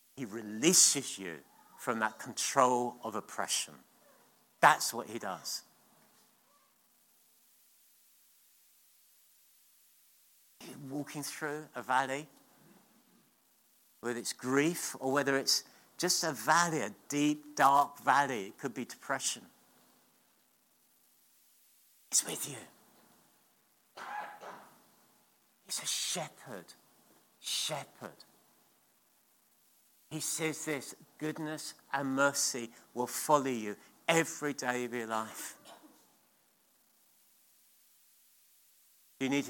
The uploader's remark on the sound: at King's Church, Cockermouth.